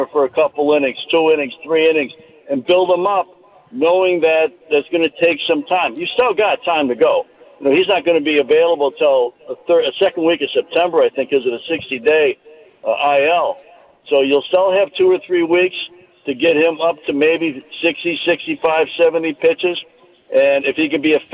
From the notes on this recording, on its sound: broadcast live from the Third Street Promenade in Santa Monica.